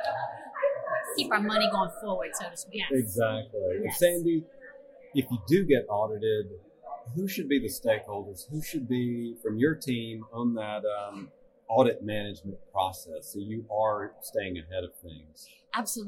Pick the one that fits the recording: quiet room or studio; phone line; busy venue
busy venue